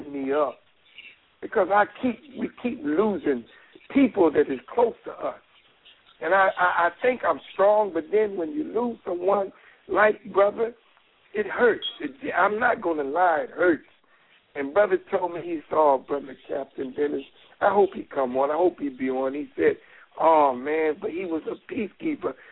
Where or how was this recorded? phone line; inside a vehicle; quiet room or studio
phone line